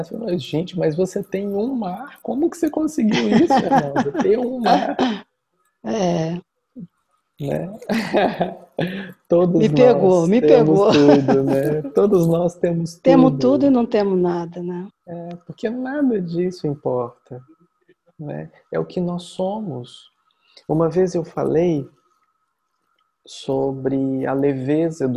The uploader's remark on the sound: Online via Zoom